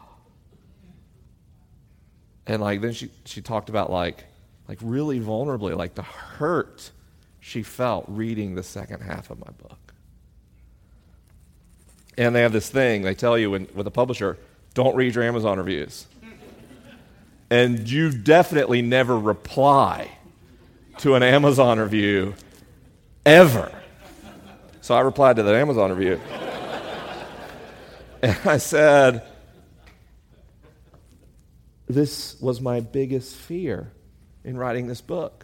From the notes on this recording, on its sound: LIVE in Atlanta, GA. This week is a live episode: the questions are unscreened and the answers are unrehearsed.